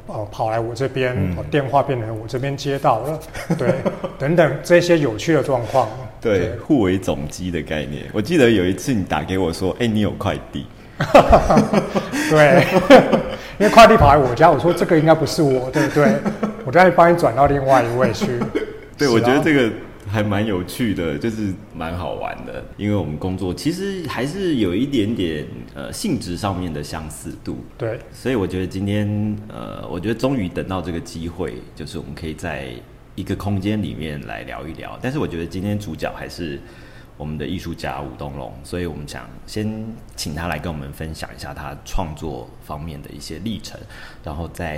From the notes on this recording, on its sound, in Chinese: 本次的錄音，是到嘉義市立美術館專訪舉辦展覽的藝術家